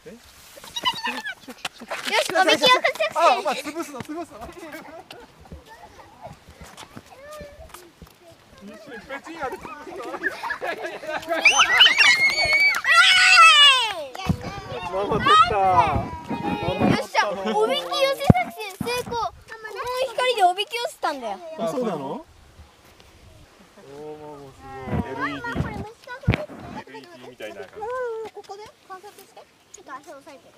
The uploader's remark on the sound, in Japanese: 外録回》。今回もお外で録音です＊＊＊ 車の音やカエルの鳴き声、小川のせせらぎ、通りすがりファミリーのお声まで！